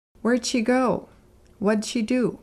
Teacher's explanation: Did can be a quick D sound when it's combined with a question word.